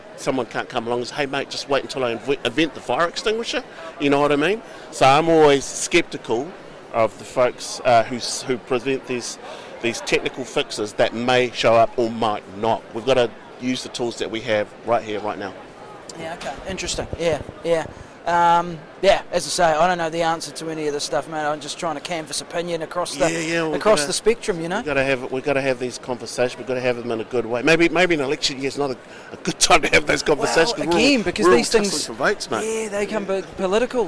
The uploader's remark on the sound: Live at Fieldays